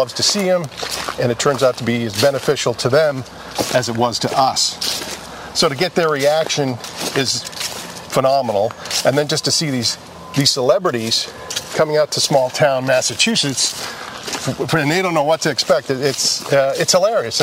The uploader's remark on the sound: walk and talk in Walpole Massachusetts